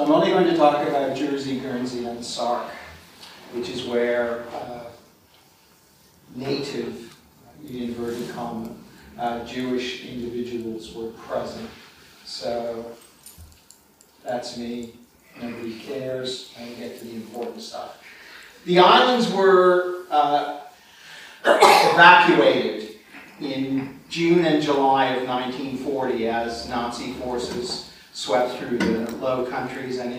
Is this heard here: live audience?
yes